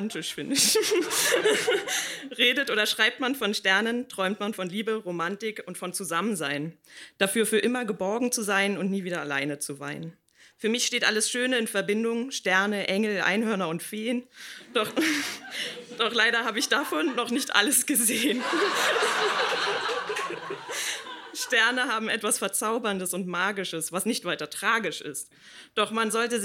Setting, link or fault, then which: setting, live audience